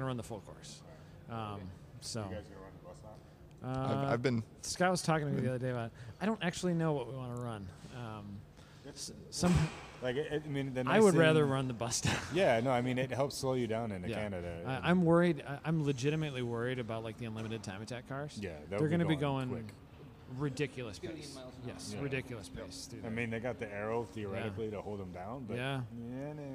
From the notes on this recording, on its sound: headed north for the day to visit beautiful Blackhawk Farms raceway and record with many friends and previous guests competing in One Lap of America